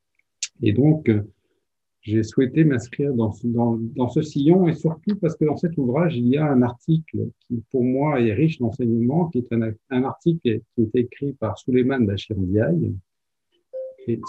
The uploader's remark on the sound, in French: Enregistré sur Zoom le 12 avril 2021 dans le cadre du sémainaire "Patrimoine africain".